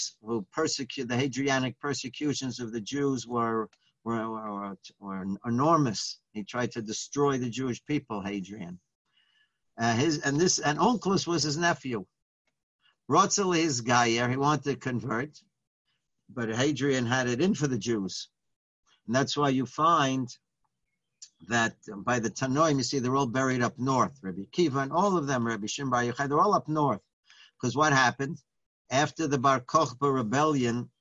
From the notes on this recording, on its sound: Live On Zoom: 7-6-2020.